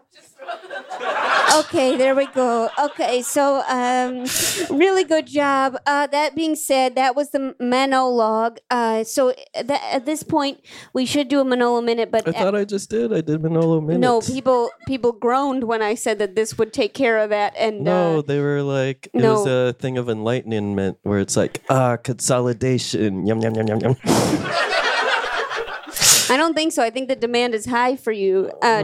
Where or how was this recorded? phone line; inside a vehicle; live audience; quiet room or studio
live audience